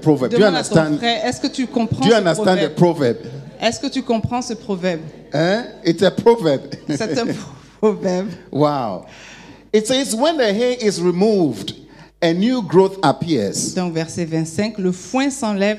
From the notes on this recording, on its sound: Preached during Joyful Hour Sunday Service